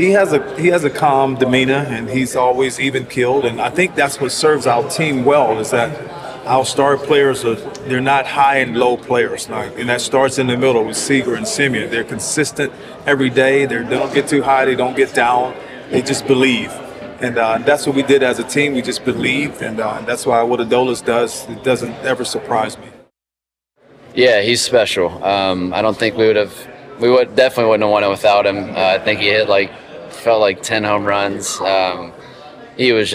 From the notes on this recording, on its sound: The conversation was recorded live at the Texas Sports Hall of Fame as part of the Lone Star Luncheon series and the 2024 Texas Rangers Winter Caravan.